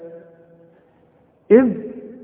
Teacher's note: إذ بنسكن الذال وبنطلع لساننا فيها